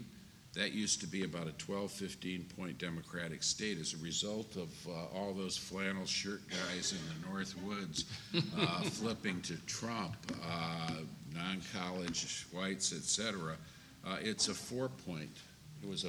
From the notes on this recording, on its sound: this week we present a recording of CRC's panel at CPAC